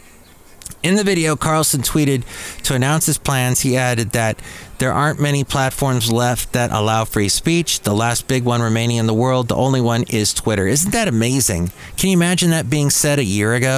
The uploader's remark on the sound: podcasts live from Café Anyway